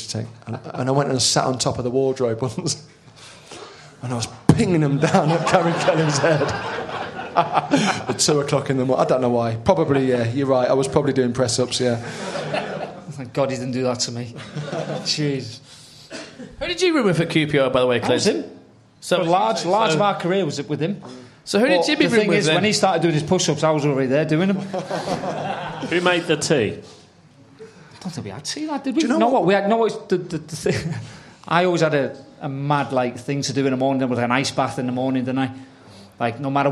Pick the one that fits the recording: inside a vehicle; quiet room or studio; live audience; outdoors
live audience